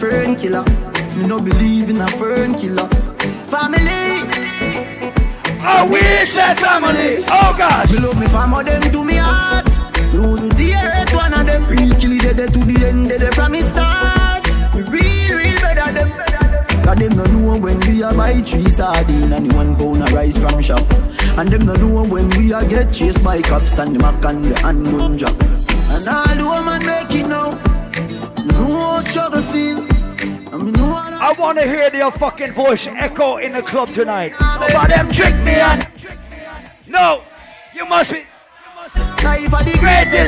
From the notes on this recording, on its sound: Live at Island Saturdays